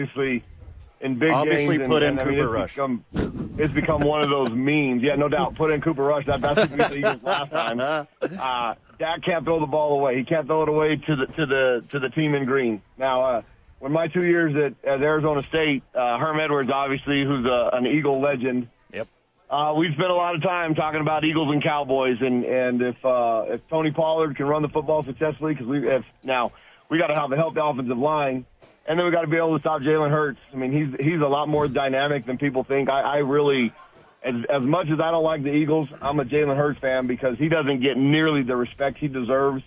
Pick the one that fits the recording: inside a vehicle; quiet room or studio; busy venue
busy venue